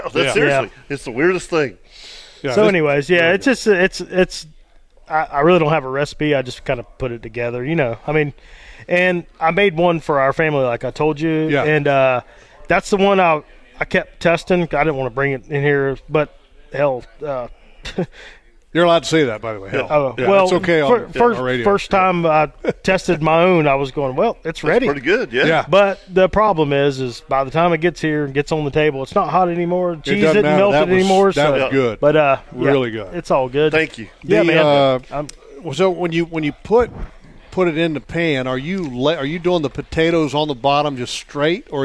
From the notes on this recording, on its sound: LIVE from Waylen Bay Marine.